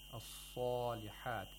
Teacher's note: The sod has tafkhim at the highest level. It's a letter of isti'la.